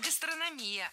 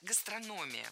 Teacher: Ударение в этом слове падает на третий слог. · Shown in: second take